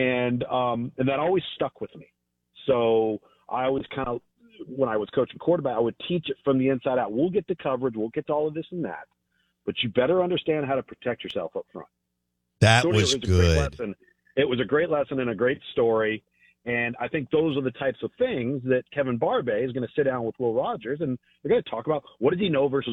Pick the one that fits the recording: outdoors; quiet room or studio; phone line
phone line